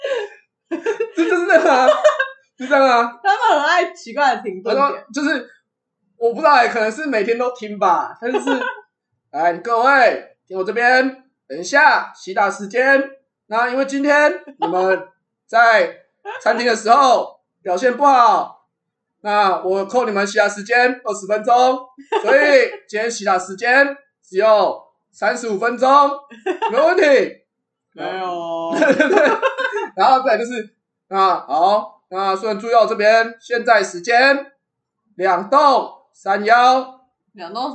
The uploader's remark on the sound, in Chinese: 當天錄製完畢後才發現麥克風出現狀況，所以這一集音質很糟，非常抱歉！